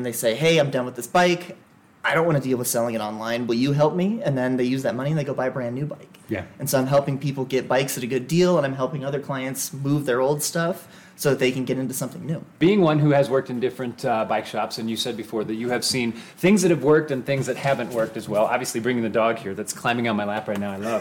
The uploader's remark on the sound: behind the counter on location in Eagle.